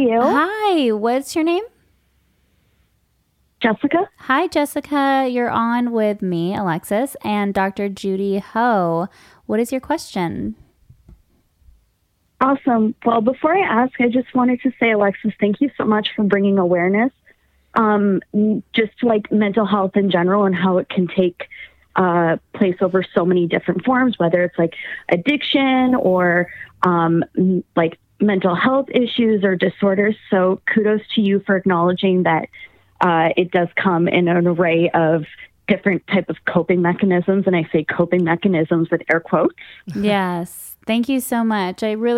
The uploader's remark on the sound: Call-In Show. In a LIVE podcast episode.